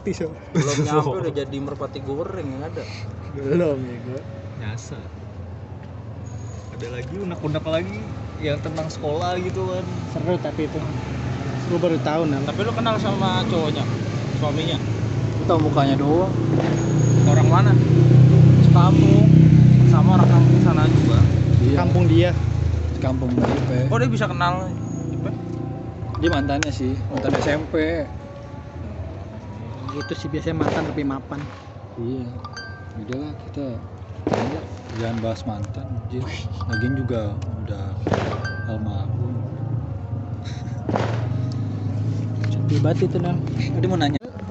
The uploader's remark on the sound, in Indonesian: Mohon maaf kualitas audionya kurang bagus, karena rekamannya di lintasan balapan motor 2tak